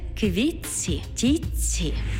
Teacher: У словах «квітці» та «тітці» звук «т» переходить у м'який подовжений звук «ц» – «квітці» – «тітці».